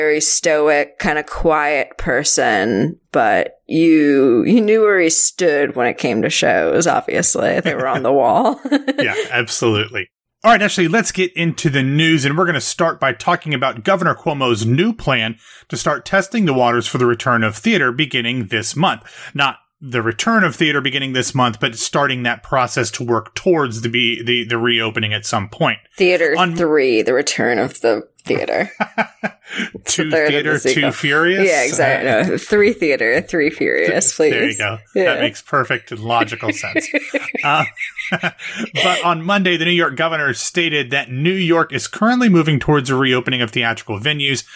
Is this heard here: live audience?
no